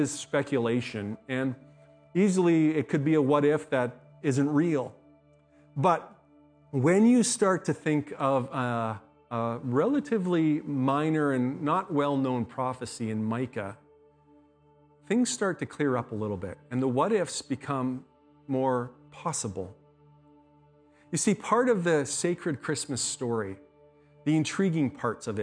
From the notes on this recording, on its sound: speaks at SouthRidge Fellowship, a Langley church